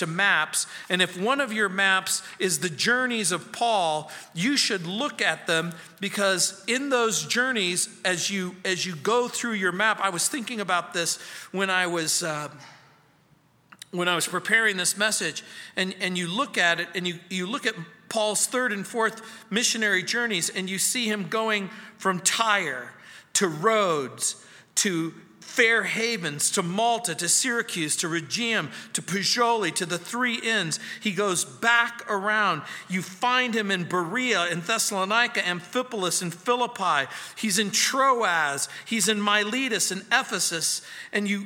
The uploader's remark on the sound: at Calvary South Denver in Littleton CO